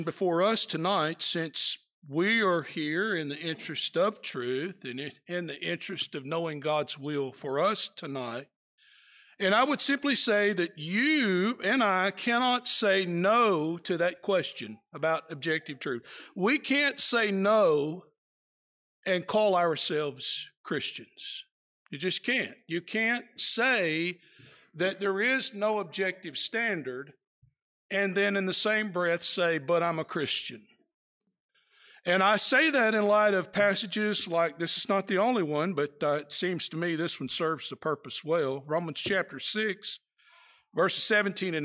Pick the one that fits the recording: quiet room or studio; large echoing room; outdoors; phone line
large echoing room